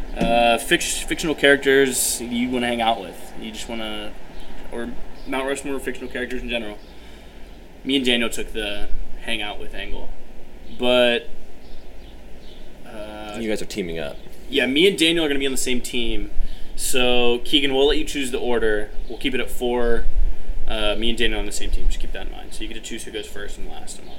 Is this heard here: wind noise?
yes